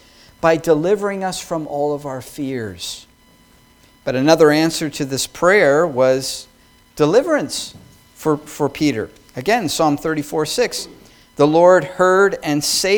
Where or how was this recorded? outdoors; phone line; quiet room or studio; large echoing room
large echoing room